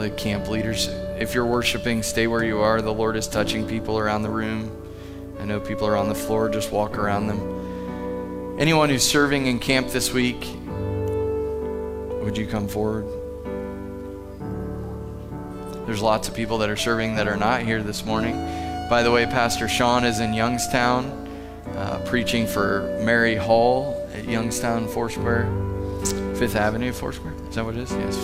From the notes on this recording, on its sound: Live from The Summit Church in Dover, OH